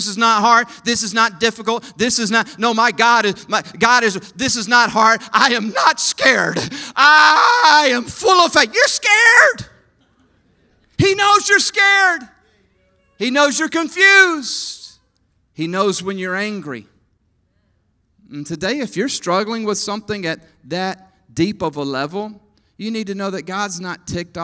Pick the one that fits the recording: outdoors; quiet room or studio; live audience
live audience